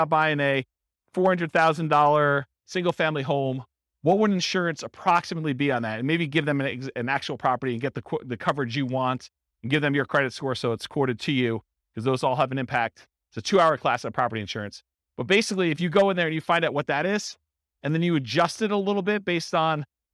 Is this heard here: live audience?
yes